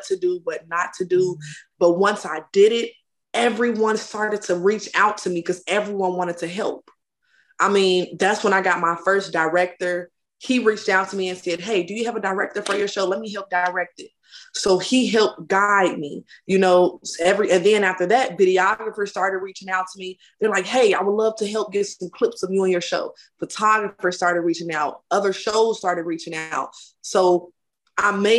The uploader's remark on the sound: Full zoom interview.